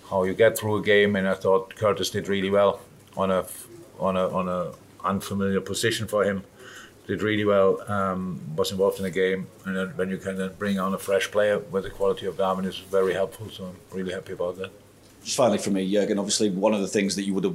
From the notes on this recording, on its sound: Post Match Press Conference.